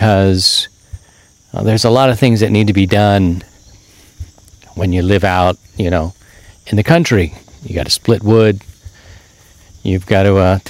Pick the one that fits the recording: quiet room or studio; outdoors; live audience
outdoors